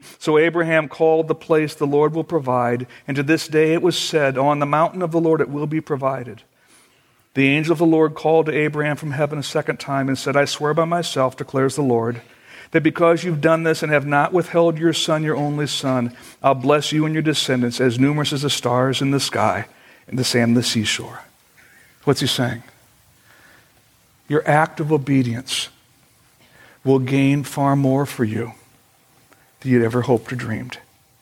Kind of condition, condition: setting, large echoing room